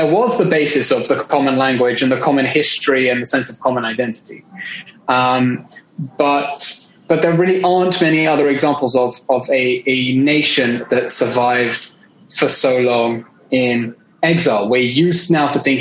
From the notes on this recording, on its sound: international Zoom session